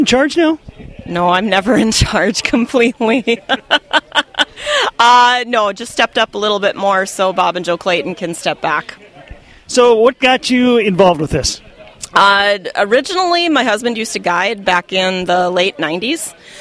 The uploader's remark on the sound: Today, the sounds of Bemidji's 32nd Annual Take A Kid Fishing event. We hear from some of the kids who had a great day on the water.